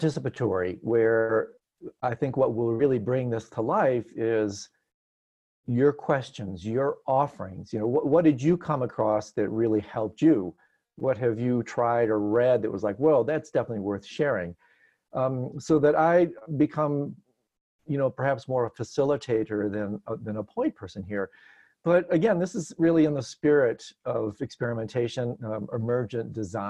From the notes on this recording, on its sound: Virtual Weekly Hangout.